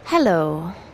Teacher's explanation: the best way to dominate a new acquaintance is to greet them with a falling pitch